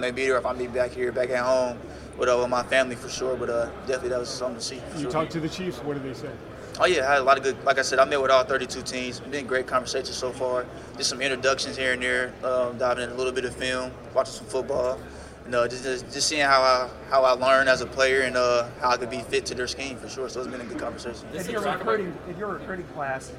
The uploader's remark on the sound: Press Conference from the NFL Combine